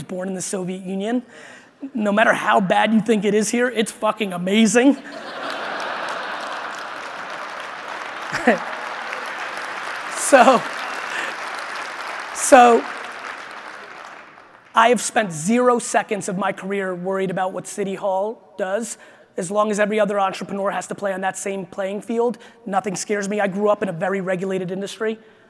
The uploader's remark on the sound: This is a keynote I gave in Vegas at the International Franchise Association